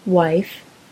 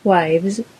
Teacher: We've had a number of episodes about the S ending, but we've never talked about that small set of irregular plurals where a final F sound is changed to a V sound before adding the S ending